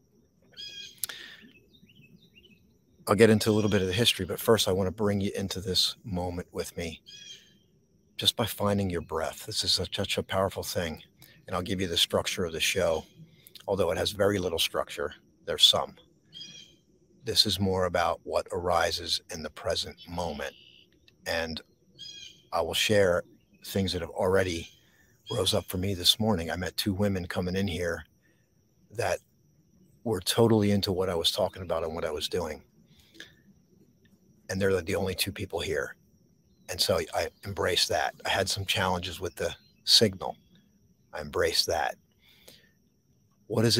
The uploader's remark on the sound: This Episode originally streamed live on location at Arney's Mount Trails - Columbus NJ. The audio from this podcast was taken directly from this live stream.